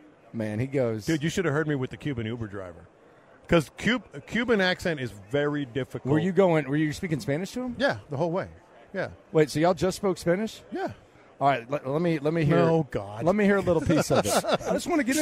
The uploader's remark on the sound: LIVE in Vegas